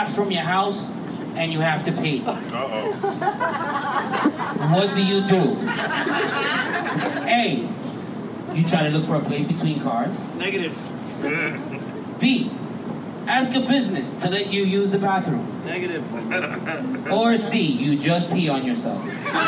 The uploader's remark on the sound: The guys host a live event for fans of the podcast, some audio from the MOPPC live game show.